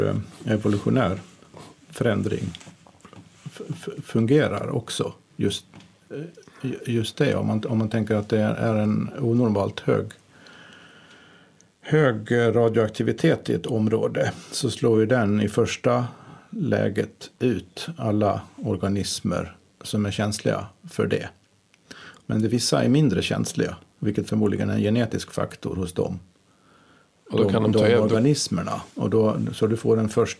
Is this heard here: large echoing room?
no